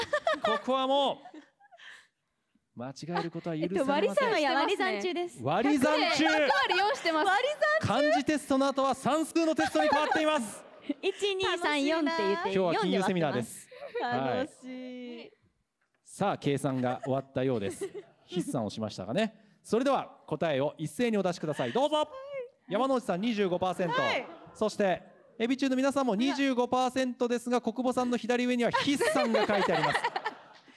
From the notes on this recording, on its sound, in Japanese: 番組初の公開収録の模様です！